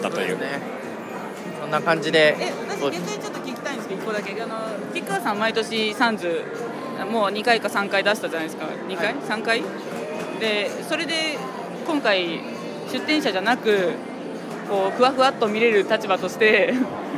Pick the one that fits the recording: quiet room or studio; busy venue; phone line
busy venue